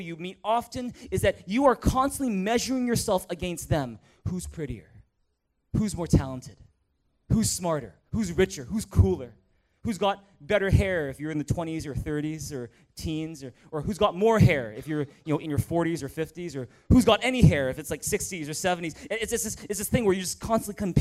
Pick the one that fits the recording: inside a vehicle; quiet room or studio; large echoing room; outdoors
large echoing room